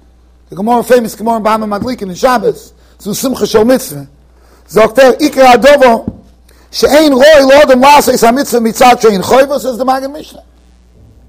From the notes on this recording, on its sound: Shiur recorded in Yeshivas Ohr Reuven, Monsey NY.